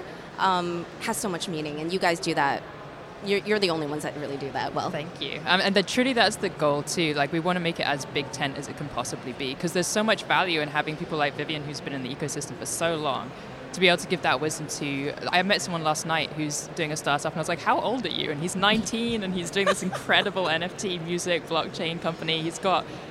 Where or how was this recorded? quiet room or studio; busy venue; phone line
busy venue